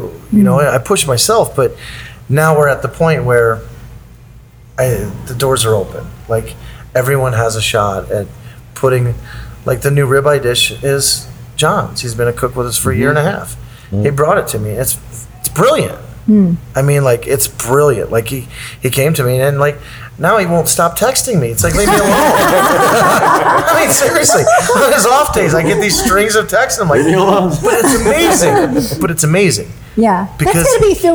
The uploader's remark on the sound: on Location at Acorn